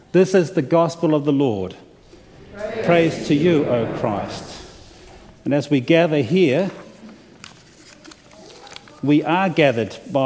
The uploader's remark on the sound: delivered to the opening worship service of the LCANZ Convention of General Synod on Thursday February 9, 2023